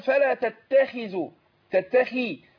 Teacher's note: الخاء لما هي حرف مستعلي من حروف التفخيم لكن حرف مستعلي منفتح لما بيكسر بياخد ادنى درجات تفخيم